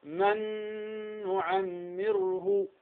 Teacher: أدغمت النون الأولى اللي هي النون الساكنة في النون الثانية، فطارت النون الأولى والنون الثانية حرفا واحدا مشددا · Term: إدغاما بغنة